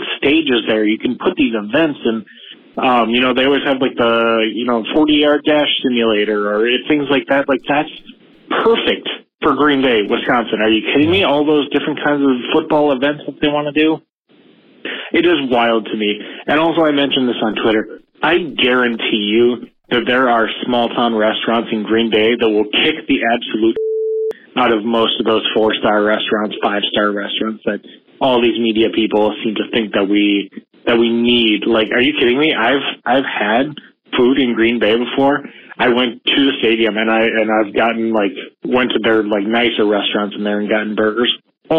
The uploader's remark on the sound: In this call-in show